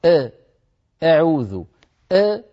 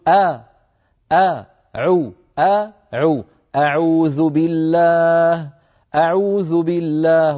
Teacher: كثيرا ما نسمع من يقول أعوذ، يقول مثلا يريد أن يبدأ التلاوة يقول أعوذ بالأ، اسمعوا أ أعوذ أ، هذه ليست فتحة خالصة، هذه فتحة مخلوطة بسكون · Shown in: first take · المفروض أن يقول أ أ عو أ عو، أعوذ بالله أعوذ بالله، ولا يقول أعوذ أ أ. · Term: فتح مخلوط بسكون